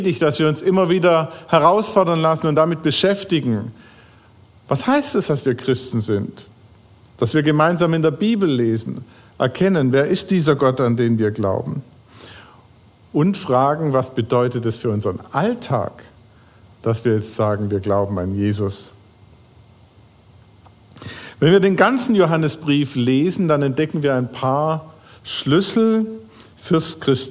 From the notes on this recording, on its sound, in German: Crossline Gottesdienst Predigt. Predigt vom Gottesdienst am 10.